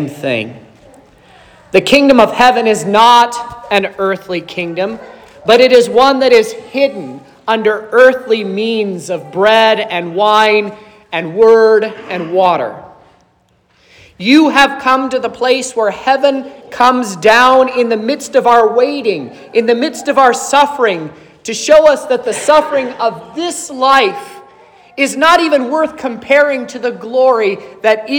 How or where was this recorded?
large echoing room